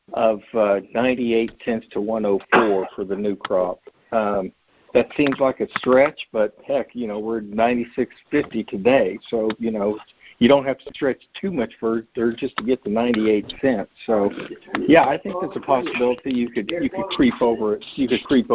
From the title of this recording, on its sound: Monthly Conference Call